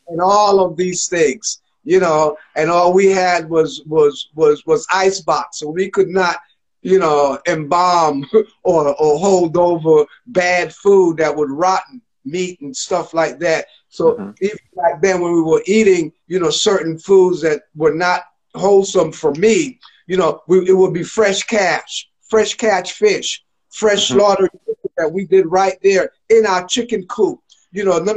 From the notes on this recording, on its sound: IG Live conversations